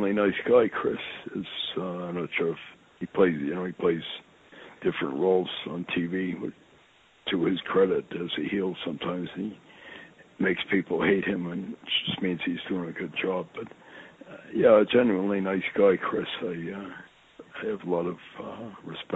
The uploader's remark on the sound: I sit down on the phone with my friend